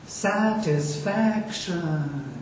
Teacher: It will be a falling pitch.